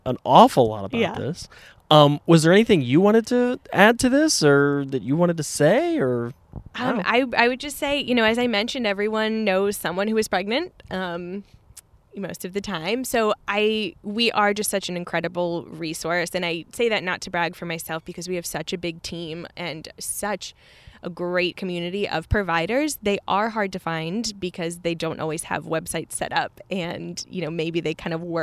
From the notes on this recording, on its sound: We shot this live, on location, at Tree House in beautiful Vero Beach!